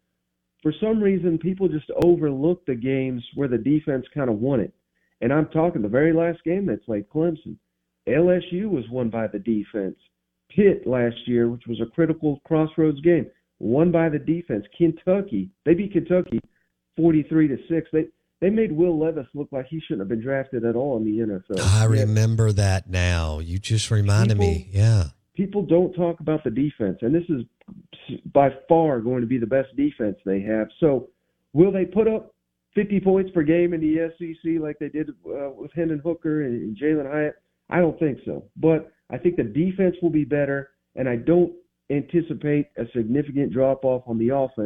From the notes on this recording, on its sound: joins the show on the Farm Bureau guest line